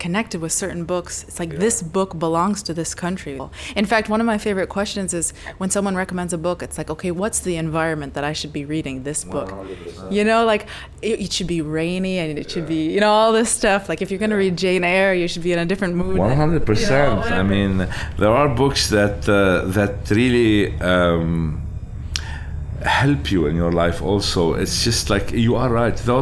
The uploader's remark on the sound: recorded at his board game cafe On Board